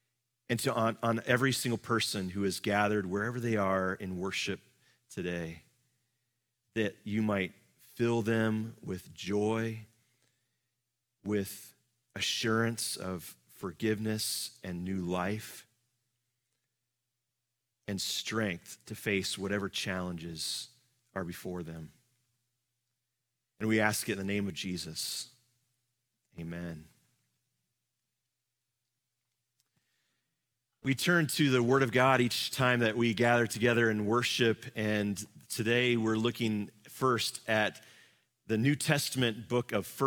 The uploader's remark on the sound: Live from our Celebration Ministry Center